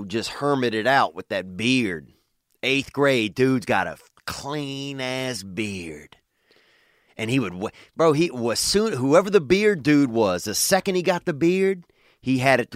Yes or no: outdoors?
no